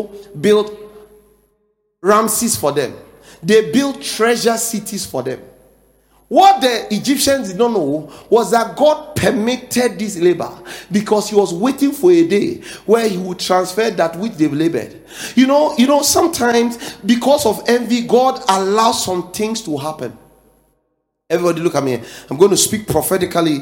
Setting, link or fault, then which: setting, large echoing room